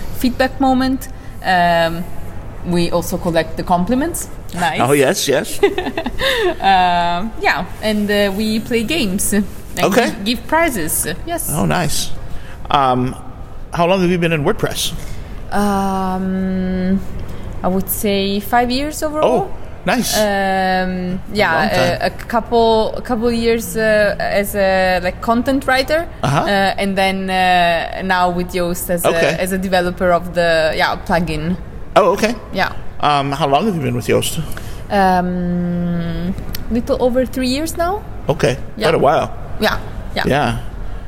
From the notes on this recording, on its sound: This week we have another hallway chat that was actually recorded on-site at a WordCamp. This one was recorded at WordCamp Italia in Milan and we were outside in a beautiful courtyard at an ancient university. Was there at WordCamp working the booth and we got into a great conversation.